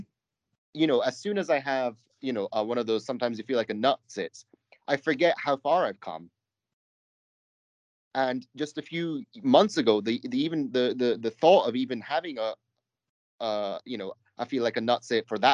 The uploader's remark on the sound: skype calls